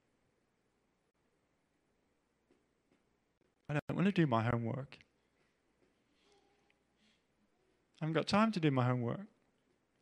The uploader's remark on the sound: Preached at The LCC Sunday Service